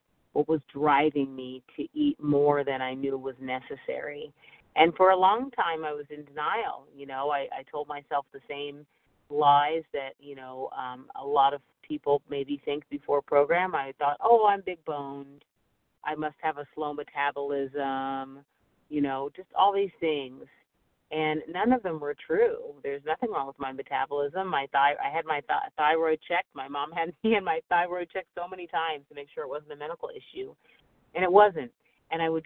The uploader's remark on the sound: 100 Pounders Phone Meeting